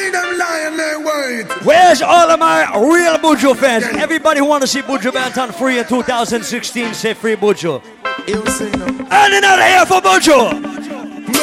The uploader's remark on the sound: LIVE AT ISLAND SATURDAYS